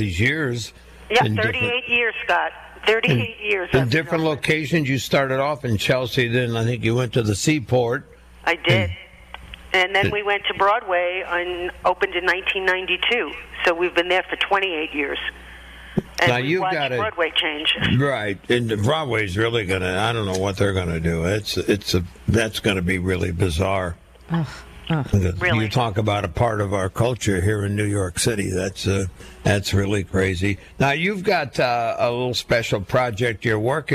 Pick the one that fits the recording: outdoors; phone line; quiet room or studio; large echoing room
phone line